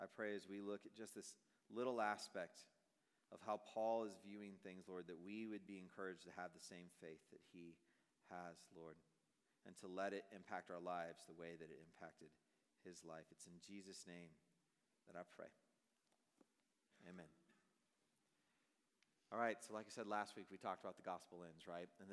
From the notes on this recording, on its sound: Message preached on September, 2023 at a Thursday Night Gathering of Coram Deo College Ministry.